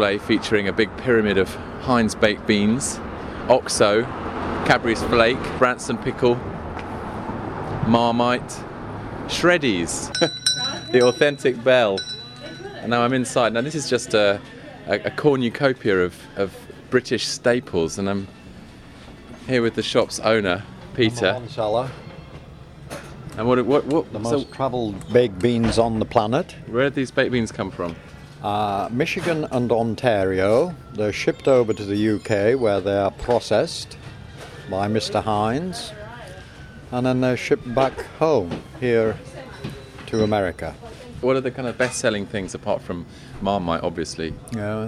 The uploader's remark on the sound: Takes to the streets of Manhattan on a sunny spring Sunday and meets cyclists and assorted Gotham oddballs.